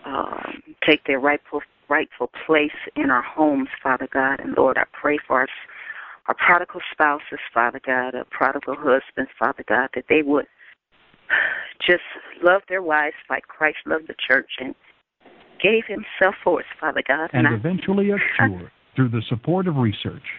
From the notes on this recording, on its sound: We opened up our Conference Call line for anyone to pray. The hour was filled with many people uplifting prayers.